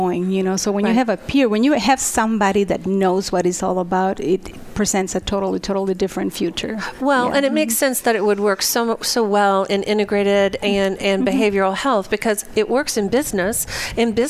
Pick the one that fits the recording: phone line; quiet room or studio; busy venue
busy venue